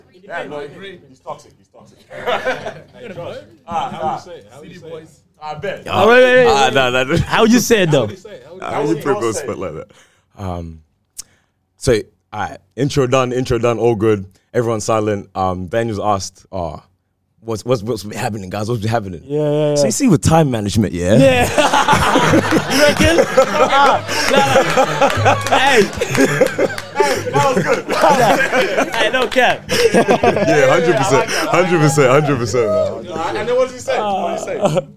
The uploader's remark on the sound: Thank you to those who joined us for our live show.